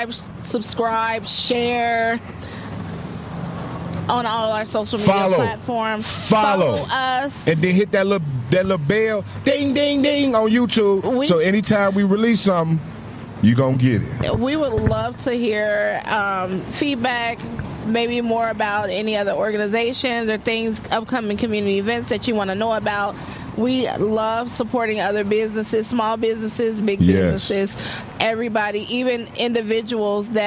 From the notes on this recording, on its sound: Mixed Culture on location at the Circle of Friends Animal Shelter Lock-In fundraiser. Who are going to be locked-in and in tents at their Adoption Center.